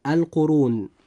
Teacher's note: كلمة القرون جاء حرف الراء هنا مضموما، فيجب أن يفخم